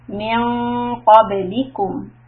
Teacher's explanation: I raise the back part of my tongue.